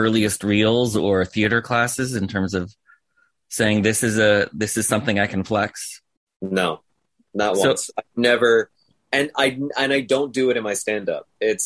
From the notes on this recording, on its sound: Sat down with me over Zoom.